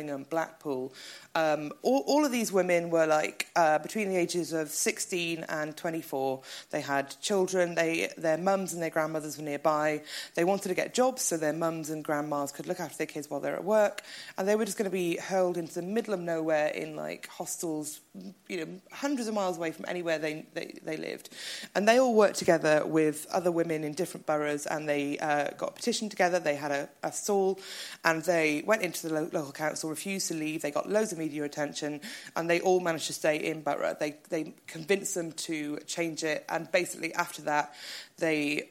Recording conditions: live audience